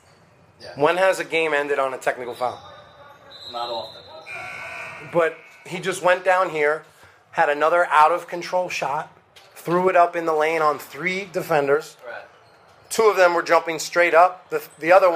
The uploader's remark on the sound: Live from: House of Sports.